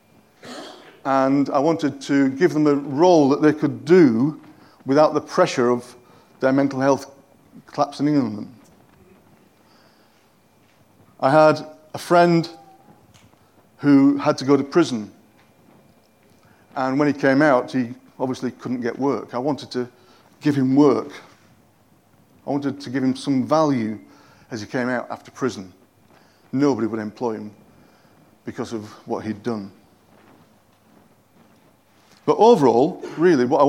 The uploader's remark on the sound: At King's Church, Cockermouth, as an audio file.